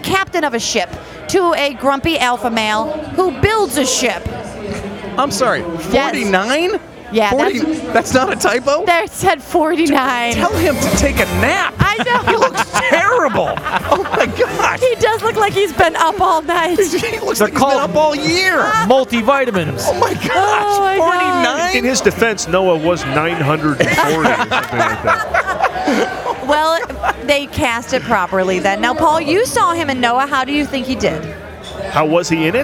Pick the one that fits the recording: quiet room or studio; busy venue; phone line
busy venue